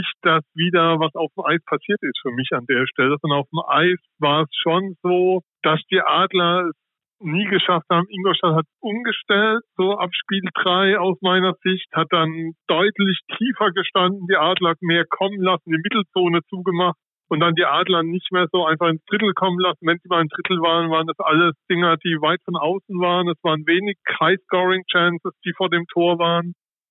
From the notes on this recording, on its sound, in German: am Telefon zugeschaltenen Gast